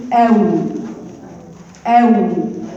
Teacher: الواو بتخرج باستداره الشفتين مع ارتفاع اقصى اللسان